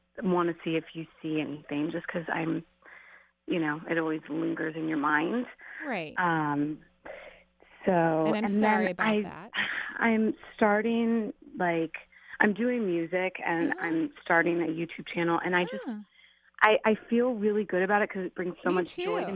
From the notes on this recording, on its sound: Today is a call-in show!